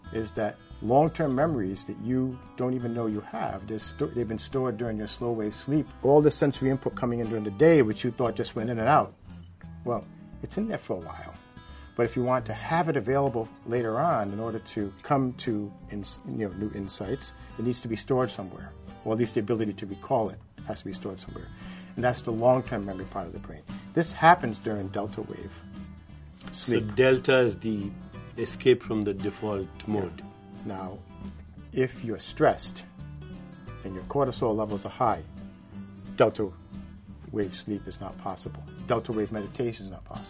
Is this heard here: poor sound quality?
no